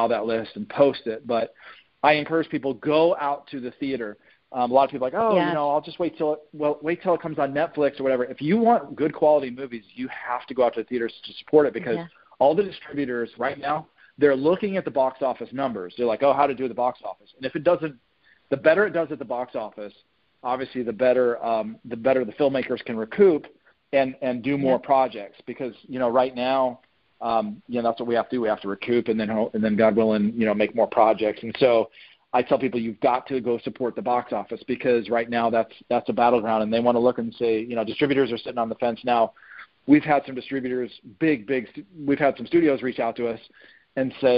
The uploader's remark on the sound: On the phone with Actor, Writer & Director.